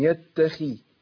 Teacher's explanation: الخاء تاخد ادنى درجات التفخيم